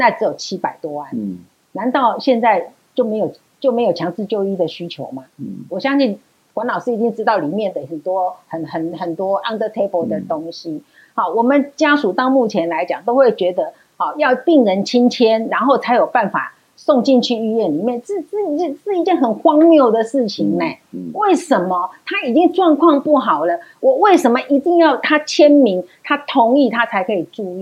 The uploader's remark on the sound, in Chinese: 本集節目錄製現場收音出現難以克服的技術問題，以致於本集收音欠佳。